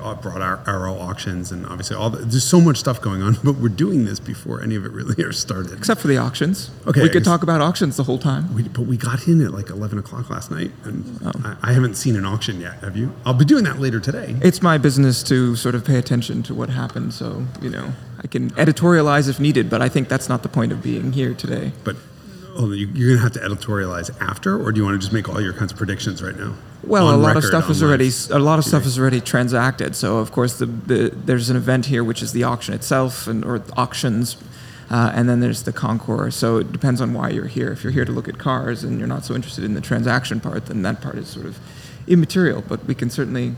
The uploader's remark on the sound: recorded live on location at The Amelia in lovely, rainy Florida!